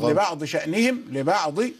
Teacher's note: الضاد خلاص أدغمت في الشين